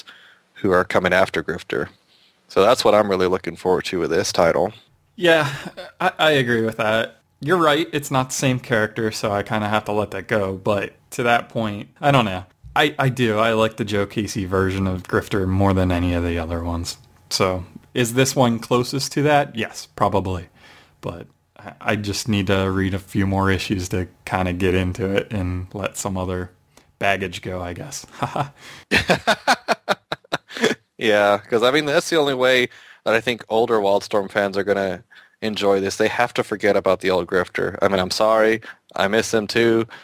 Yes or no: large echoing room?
no